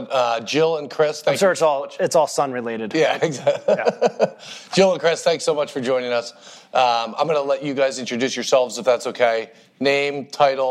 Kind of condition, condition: setting, live audience